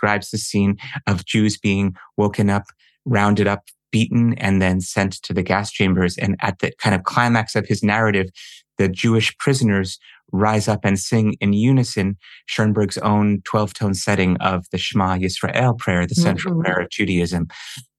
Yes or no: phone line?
no